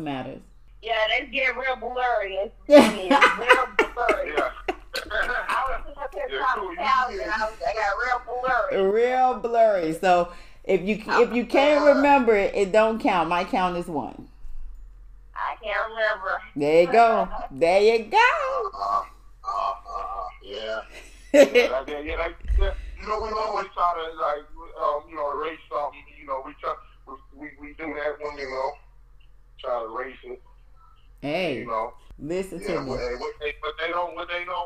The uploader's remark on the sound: Please excuse my audio. I tried fixing it.